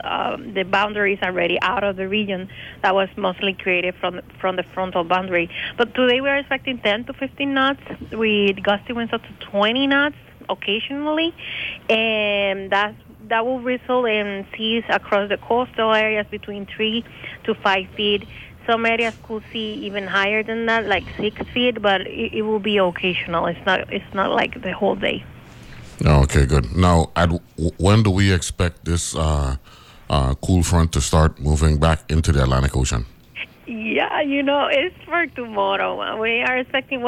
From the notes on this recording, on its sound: Joined on the phone.